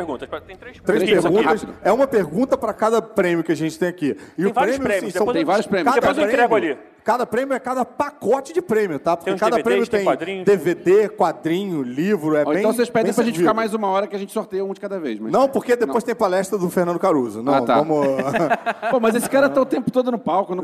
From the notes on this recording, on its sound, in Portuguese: Ao Vivo na Jedicon 2017.